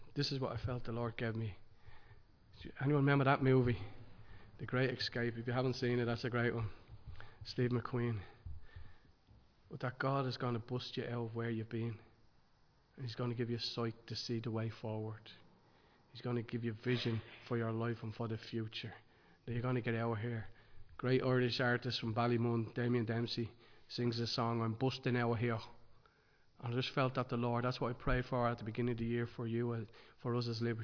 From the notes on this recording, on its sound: Recorded live in Liberty Church on 15 January 2023